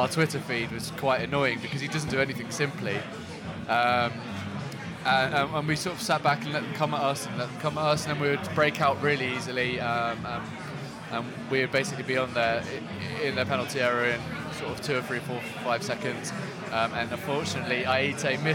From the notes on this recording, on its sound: live in The Jolly Gardeners pub